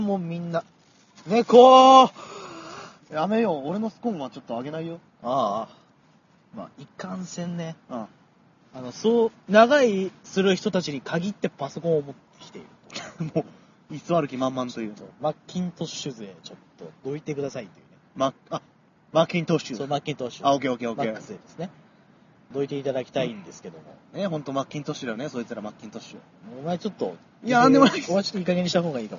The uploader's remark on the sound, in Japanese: なお、今回、収録現場に強風が吹き荒れていたため、風の音が入っていることがあります。